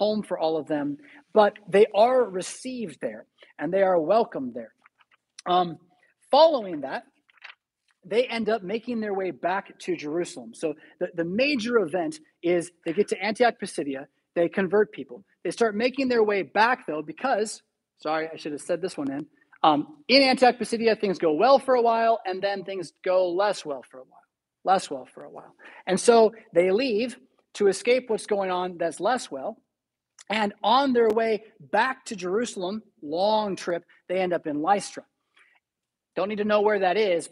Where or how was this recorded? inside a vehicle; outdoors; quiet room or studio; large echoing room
large echoing room